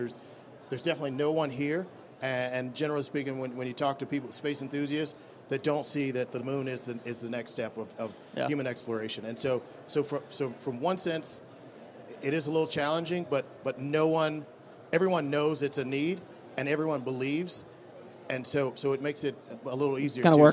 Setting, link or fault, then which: setting, busy venue